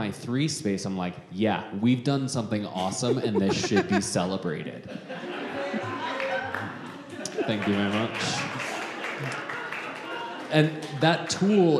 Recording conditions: live audience